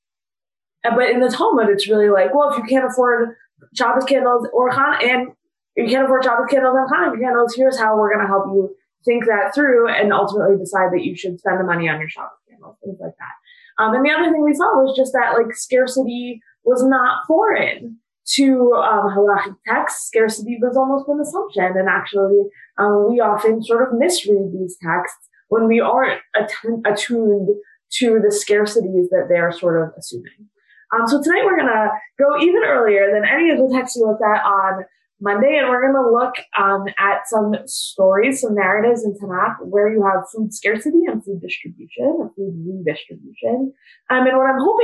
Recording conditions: video call